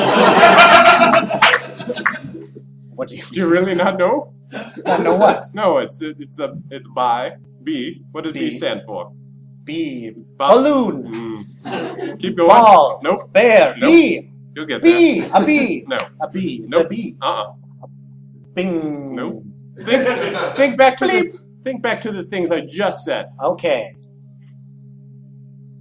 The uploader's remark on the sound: Recorded live in front of an audience at HUGE Improv Theater in Minneapolis, MN.